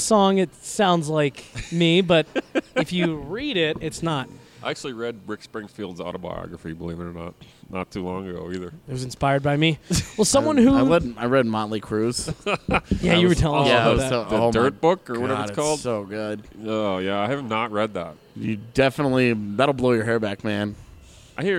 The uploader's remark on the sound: The boys are up at Total Beverage in Thornton